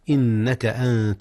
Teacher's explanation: أخفي النون قبل التاء إذ هي من حروف الإخفاء